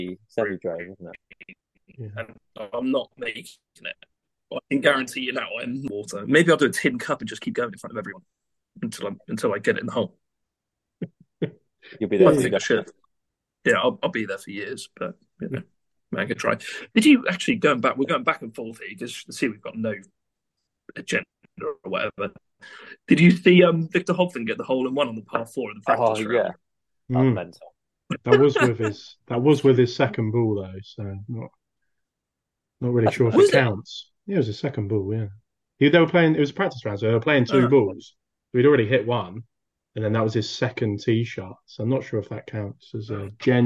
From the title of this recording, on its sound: with many wifi issues